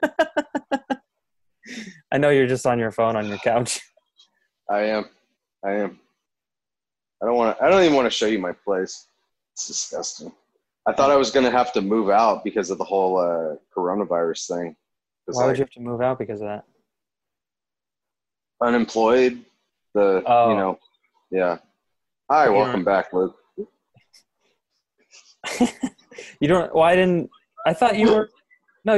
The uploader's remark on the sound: we’re back with another Zoom call episode